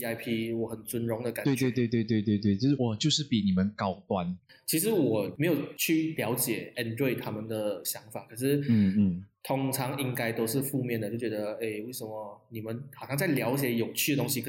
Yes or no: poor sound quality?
yes